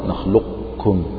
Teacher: يبقى التفخيم كأنك تنطق بقاف كده مفخمة لكن غير مقلقلة، وبعدها مباشرة تنطق بالكاف. هذا رأي، والرأي الآخر يقول لك لا، يعني أذهب القاف بالمرة بتفخيمها وبجميع صفاتها وأنطق بكاف مشددة، نخلقكم لكم لكم، كأنك تنطق لام بعدها كاف مشددة.